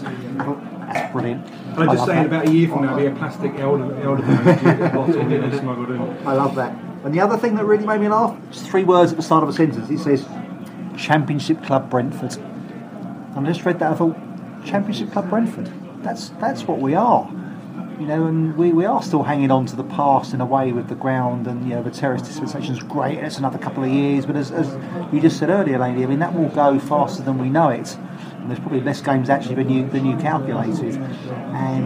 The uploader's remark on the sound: The Beesotted crew were in fine mood at The Prince Blucher pub on Twickenham Green.